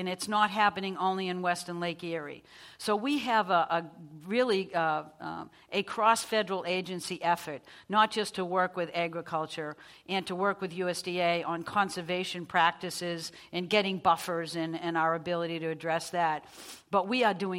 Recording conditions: live audience